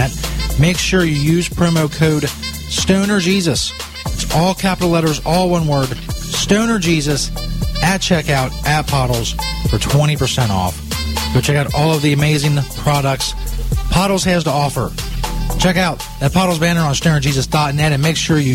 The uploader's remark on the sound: attempted live prank calls